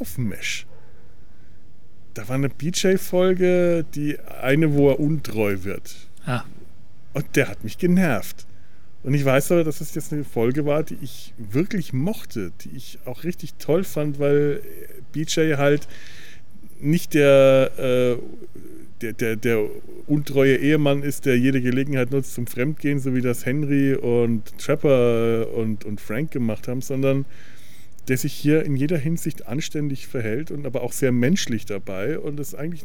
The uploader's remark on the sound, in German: Uns zumindest draußen im Freien persönlich zu treffen, so richtig mit Nebengeräuschen und allem. Kommentieren das (akustische) Leben im Hinterhof.